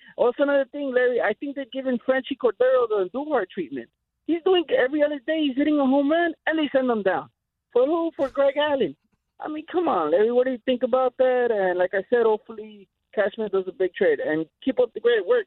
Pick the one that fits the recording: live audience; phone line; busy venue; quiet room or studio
phone line